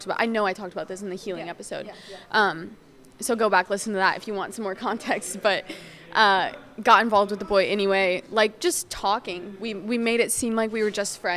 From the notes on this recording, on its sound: we recorded in a coffee shop, so you guys will hear some background noise for suuure.